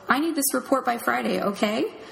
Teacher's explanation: And it also comes with a musical feature. So at the end of the last word, the pitch goes up a few notes, and therefore it can sound flimsy. · Term: tag question